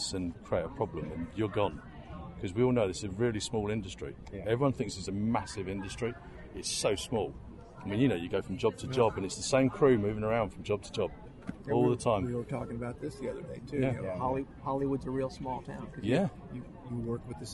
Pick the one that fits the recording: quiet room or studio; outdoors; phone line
outdoors